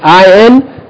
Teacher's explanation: For now, what I want you to concentrate on is that the double vowel at the end of the word is called tanween. It's pronounced as though that vowel has a noon sound